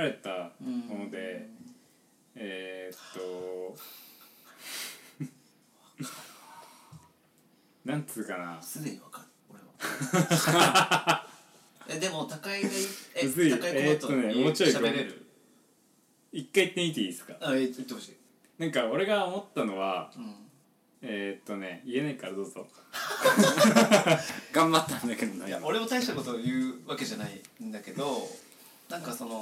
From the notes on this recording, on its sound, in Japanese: みんなちょっと酔っ払っててへべれけです。家で収録してたので声が大きめです。